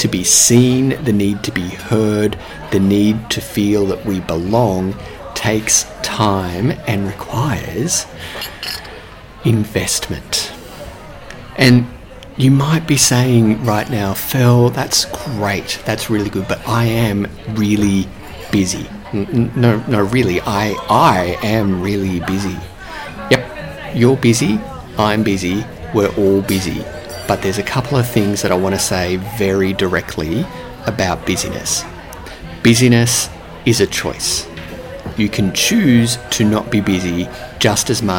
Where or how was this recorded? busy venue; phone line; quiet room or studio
busy venue